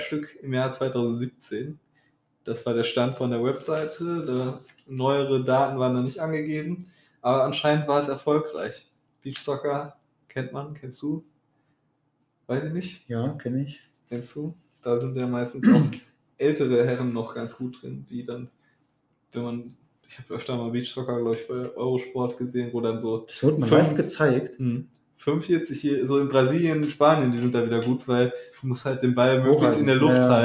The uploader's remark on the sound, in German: Ihr werdet schnell merken, dass der Sound noch nicht ganz stimmig ist.